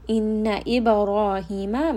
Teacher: إِنَّ إِبْرَاهِيمَ Ba is a letter of kutub jad. It has qalqala. There is a bouncing sound. Ra in this case is going to be heavy.